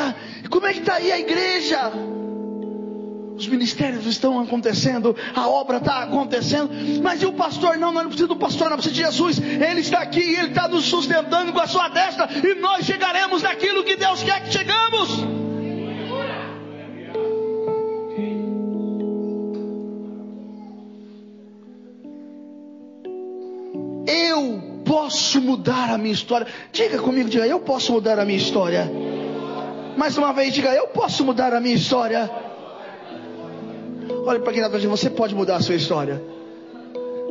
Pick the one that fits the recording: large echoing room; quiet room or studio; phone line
large echoing room